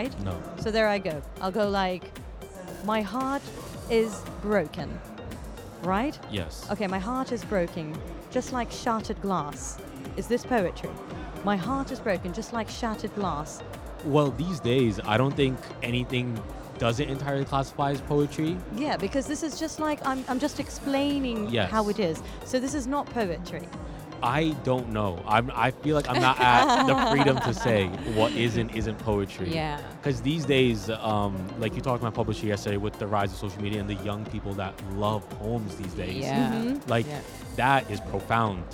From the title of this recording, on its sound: Live from SIBF 2023